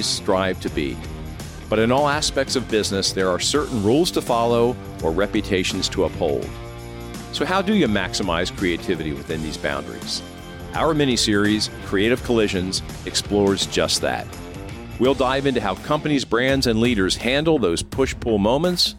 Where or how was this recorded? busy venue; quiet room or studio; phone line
busy venue